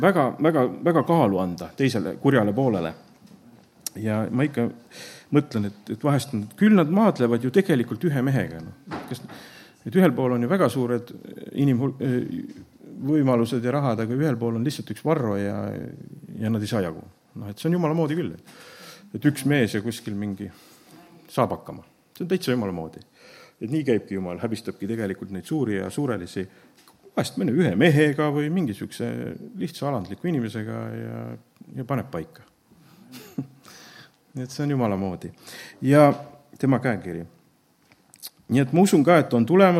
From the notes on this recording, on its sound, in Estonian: Audio salvestus koosolekult